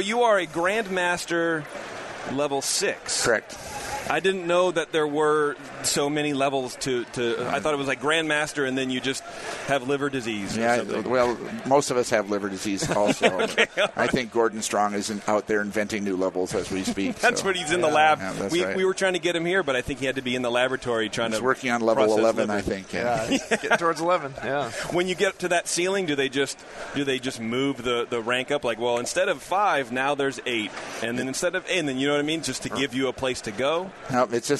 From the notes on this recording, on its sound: Live from HomebrewCon 2017